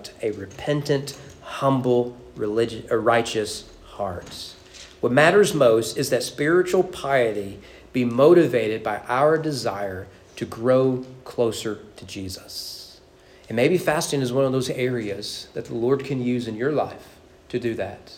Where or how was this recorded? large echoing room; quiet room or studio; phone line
large echoing room